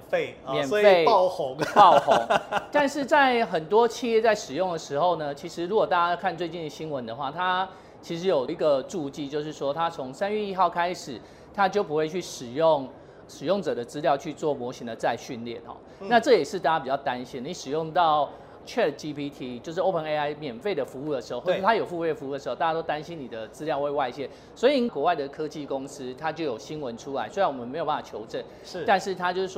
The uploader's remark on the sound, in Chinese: 把錄音室帶到AI EXPO Taiwan的展覽會場